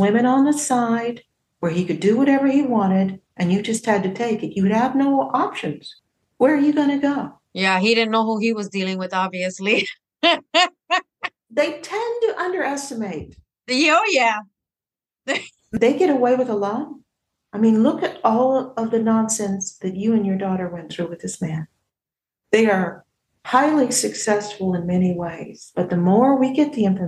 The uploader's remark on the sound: The interview was via Zoom, not in a studio